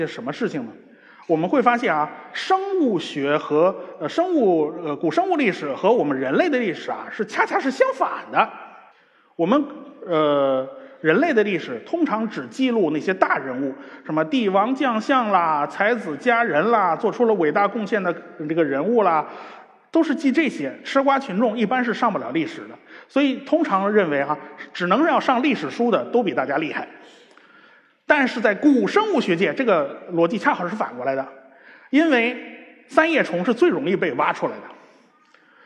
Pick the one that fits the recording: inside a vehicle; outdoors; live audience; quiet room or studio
live audience